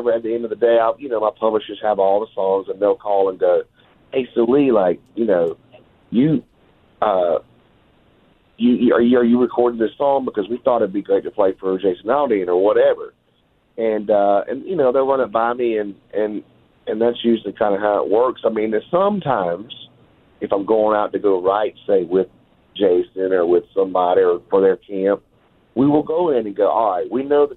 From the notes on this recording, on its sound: Last we have a secret country phone call